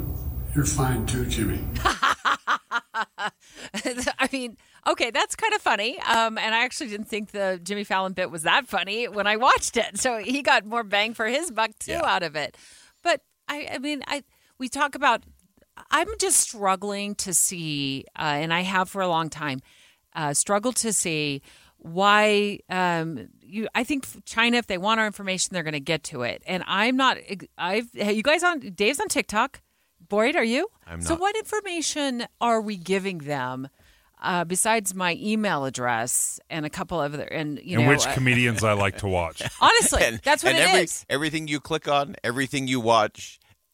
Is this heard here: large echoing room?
no